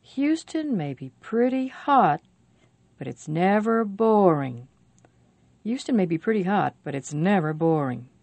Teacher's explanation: The stressed words are Houston, pretty, hot, never, and boring.